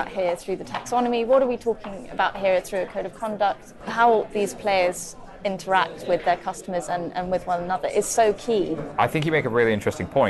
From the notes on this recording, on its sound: a panel at the Europa conference